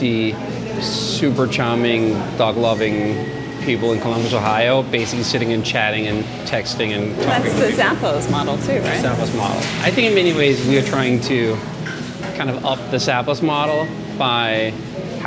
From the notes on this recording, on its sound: Grab a bite of modern nostalgia at an “ice cream cereal bar” in New York's Little Italy. You are invited to be a fly-on-the-wall for a conversation recorded in the streets of New York.